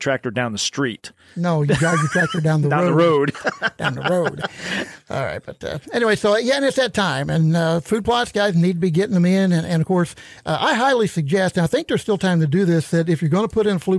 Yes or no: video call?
no